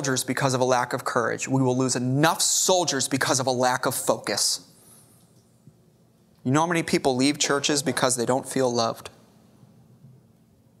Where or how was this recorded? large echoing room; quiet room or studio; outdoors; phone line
large echoing room